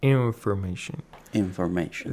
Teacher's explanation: The N is not pronounced completely. · Term: a kind of ikhfa